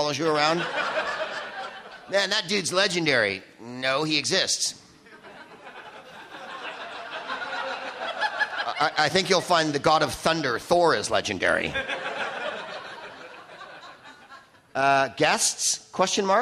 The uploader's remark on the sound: Live from the LA Podcast Festival